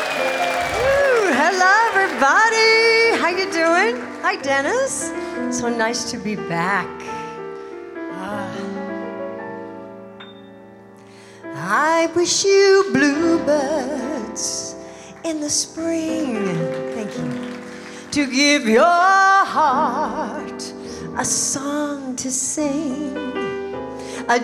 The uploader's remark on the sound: Live at the South Point Casino